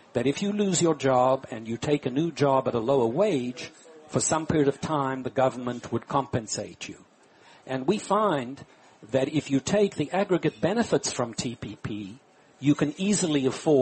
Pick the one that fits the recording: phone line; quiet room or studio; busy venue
busy venue